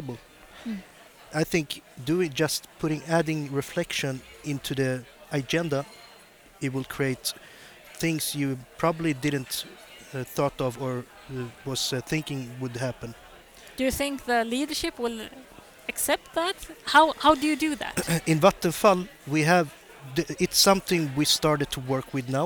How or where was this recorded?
live audience